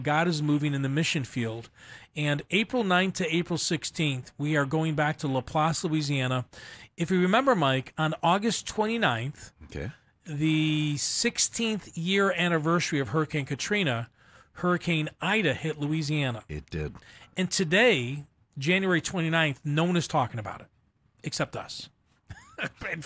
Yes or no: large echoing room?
no